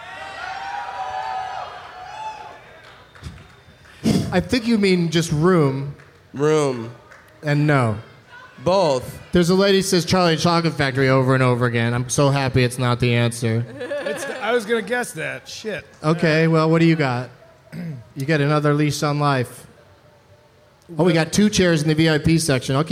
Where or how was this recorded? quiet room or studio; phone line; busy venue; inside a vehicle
busy venue